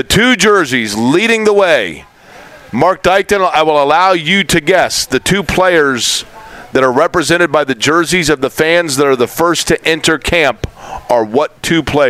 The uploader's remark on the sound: LIVE AT COLTS CAMP!